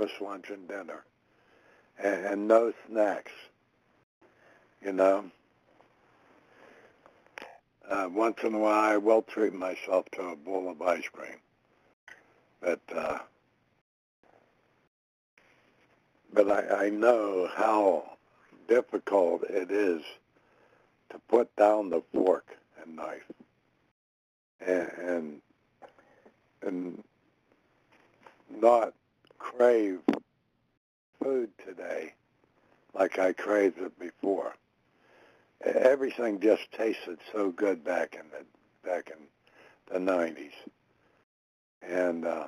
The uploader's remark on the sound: 100 Pounders Phone Meeting